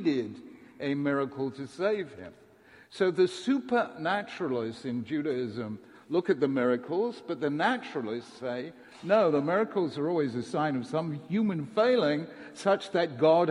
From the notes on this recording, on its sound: The following shiur was recorded at Yeshiva University on 26th March 2017